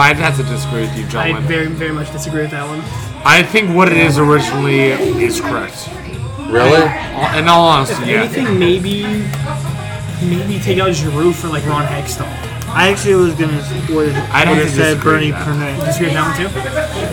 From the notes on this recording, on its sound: Live from Eduardo's! Live for the very first time out of studio, in public!